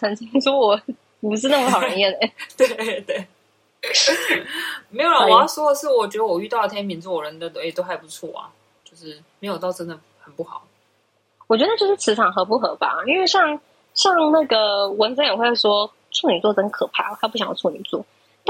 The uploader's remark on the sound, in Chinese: 這集我嘗試用新耳機錄音沒想到音質反而比較雜，請大家稍微忍耐一集。